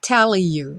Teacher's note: Juntamos o L do tell com you.